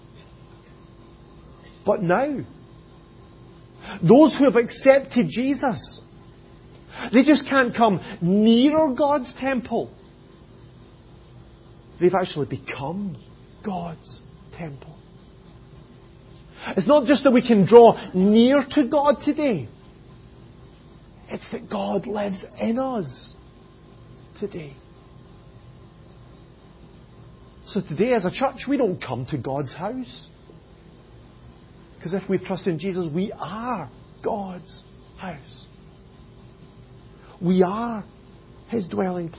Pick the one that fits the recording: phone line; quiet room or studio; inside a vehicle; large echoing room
large echoing room